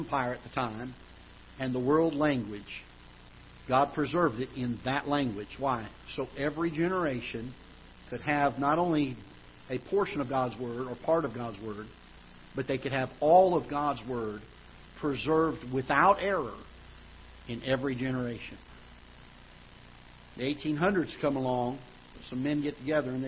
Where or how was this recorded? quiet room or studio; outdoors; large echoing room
large echoing room